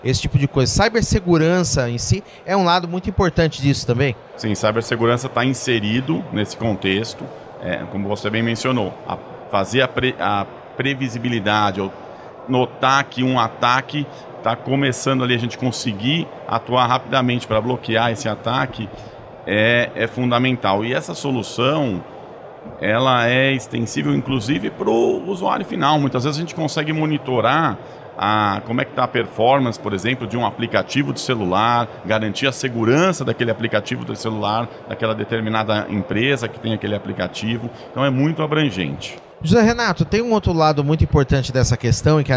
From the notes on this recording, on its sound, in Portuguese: Gravada no Futurecom 2023.